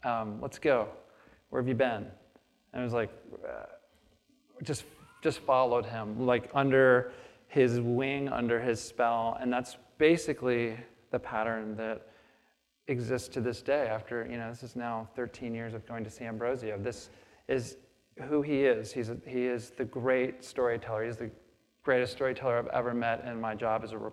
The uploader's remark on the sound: on the stage of the Traverse City Opera House